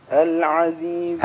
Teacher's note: العين من الحلق وليست من الأنف العزيز العين واللام من كل واحد من مخرجه ليس من الأنف